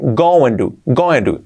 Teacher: la T otra vez de to, como R suave, going to, going to.